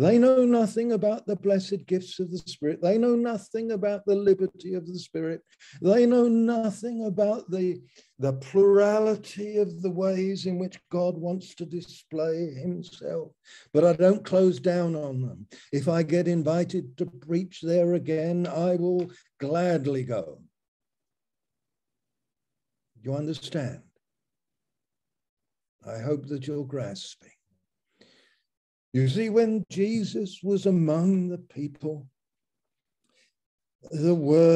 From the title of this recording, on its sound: Malaysia Meets (Zoom)